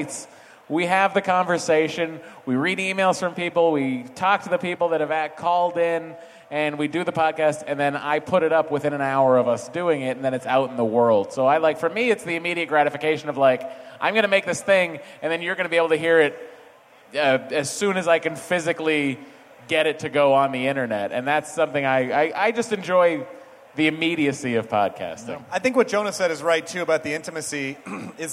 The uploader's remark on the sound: It's a nerdist hostful live from ID10T festival!